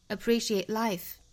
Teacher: Appreciate 这个单词的尾部 t 我们要省掉